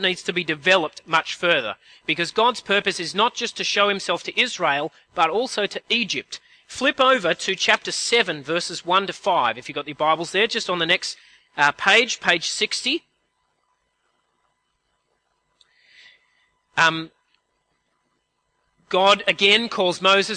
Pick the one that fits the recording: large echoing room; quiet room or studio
large echoing room